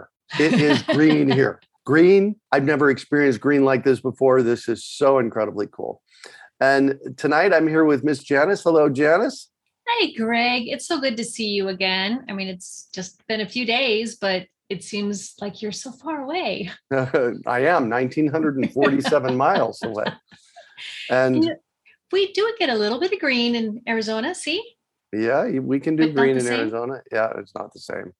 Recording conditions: video call